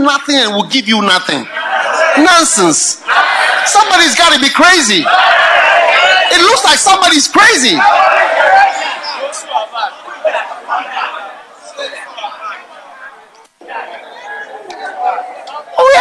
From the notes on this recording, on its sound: Preached at the FLOW Service.